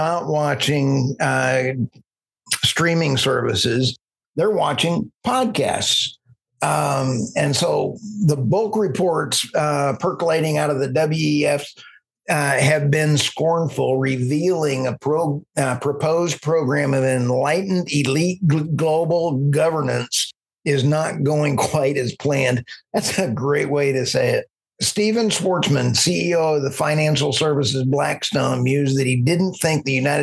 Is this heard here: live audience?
no